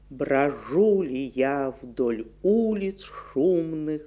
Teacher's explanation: Широко известен пример повторяющихся подударных «у» в стихотворении Александра Сергеевича Пушкина